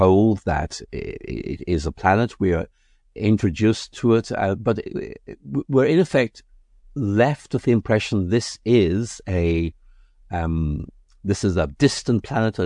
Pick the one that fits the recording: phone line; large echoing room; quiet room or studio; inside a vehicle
quiet room or studio